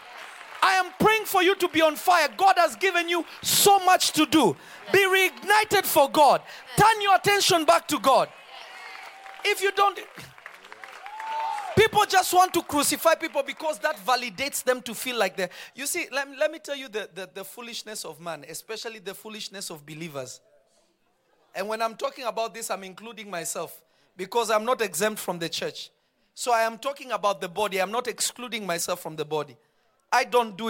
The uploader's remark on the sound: This episode was recorded live on Feb 09, 2023 at Revelation Church in Simi Valley.